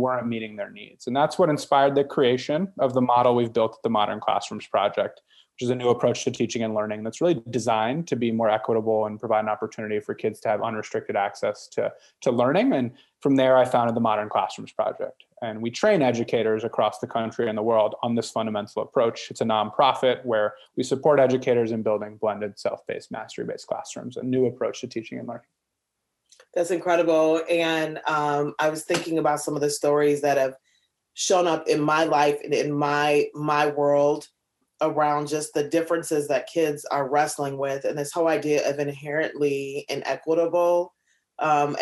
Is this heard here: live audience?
no